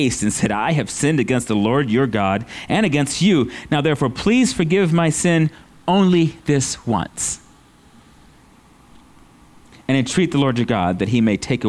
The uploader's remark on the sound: at Living Water Fellowship Denver's Sunday morning service